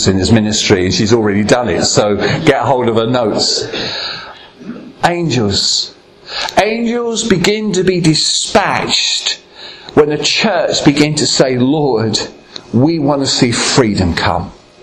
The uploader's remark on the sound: Recorded at Ashingdon Elim Pentecostal Church.